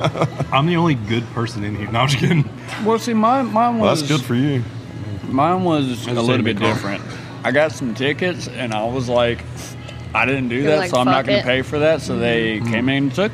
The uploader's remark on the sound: We met up at our favorite mid town spot (LIVE OAK NASHVILLE) to record a Friendsgiving podcast! There was food, laughter, and of course uncomfortable conversations.